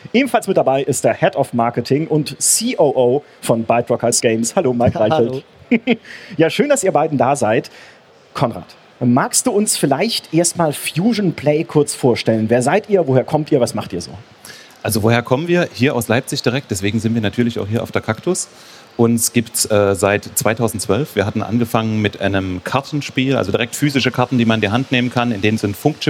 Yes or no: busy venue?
yes